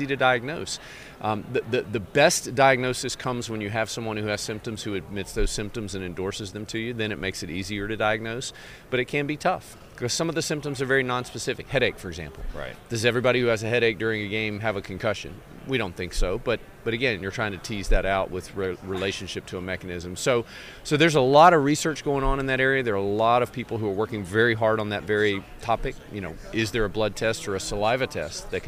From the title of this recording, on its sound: From Radio Row